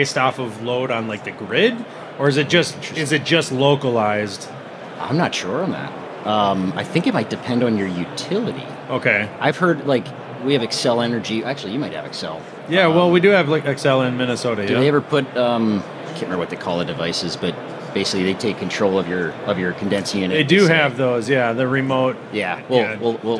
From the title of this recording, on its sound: live from AHR Expo